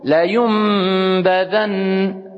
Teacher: la yum, ça sort par la cavité nasale · Term: al-qalb